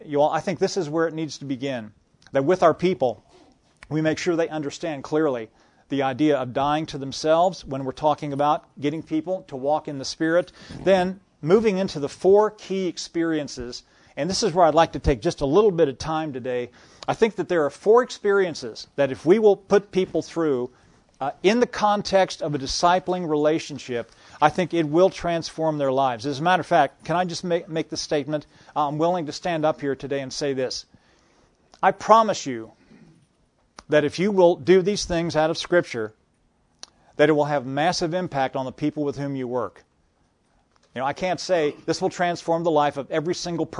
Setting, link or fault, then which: setting, live audience